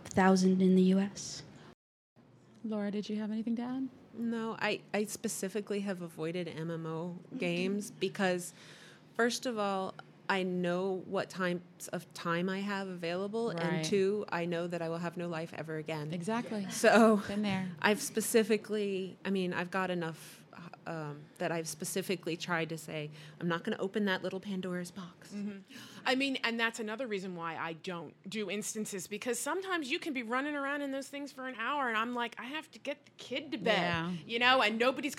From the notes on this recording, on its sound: Live from Balticon.